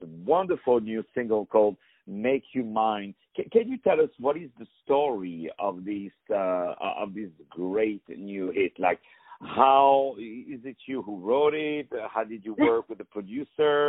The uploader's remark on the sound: On the phone